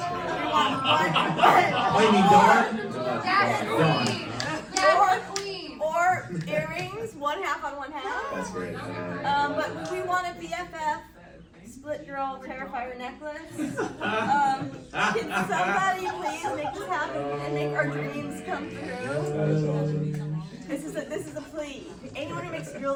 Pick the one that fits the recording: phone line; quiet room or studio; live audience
live audience